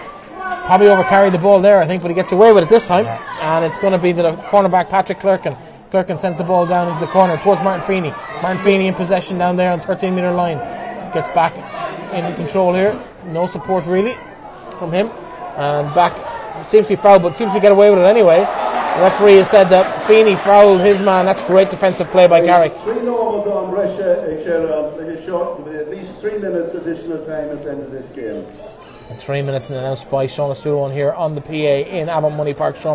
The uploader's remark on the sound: Full Audio commentary of the Connacht Gold Leitrim Senior Hurling Final between Carrick Hurling and Cluainin Iomaint in Avant Money Pairc Sean MacDiarmada